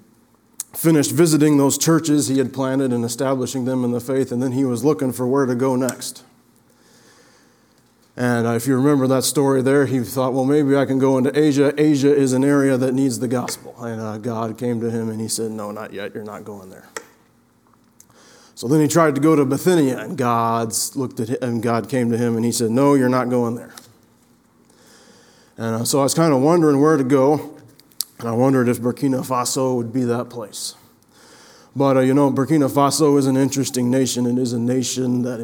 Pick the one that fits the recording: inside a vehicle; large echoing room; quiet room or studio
large echoing room